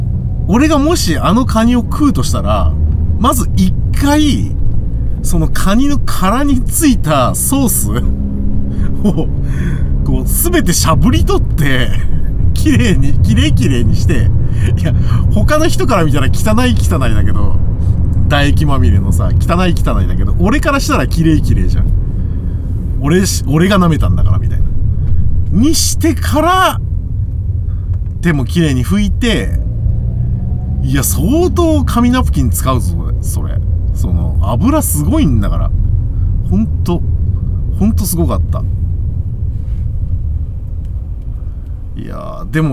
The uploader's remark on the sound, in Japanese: ただ運転して、ただ話してるから。車の走行音と運転手の声を遠くに聞きながら、ぼんやりとまどろんでいただくことを目的にした音声です。